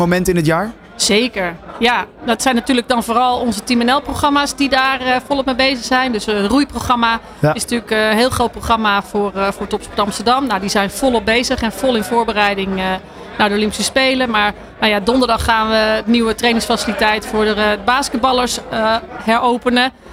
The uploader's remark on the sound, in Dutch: Tienjarig jubileum ALLsportsradio 31 januari 2024 - Afterparty